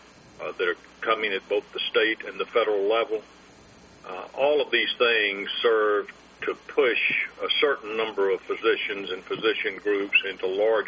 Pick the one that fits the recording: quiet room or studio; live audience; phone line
phone line